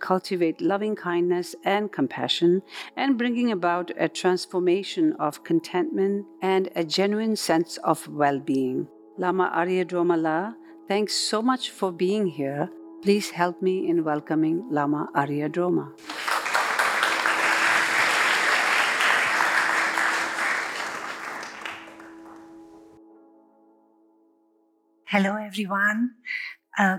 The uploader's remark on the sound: The Rubin Museum of Art presents a weekly meditation session. This podcast is recorded in front of a live audience.